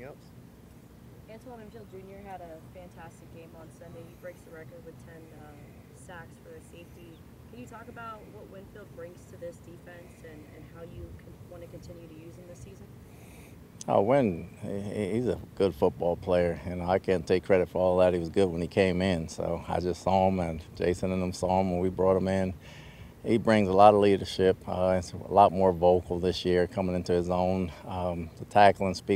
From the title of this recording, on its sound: Press Conference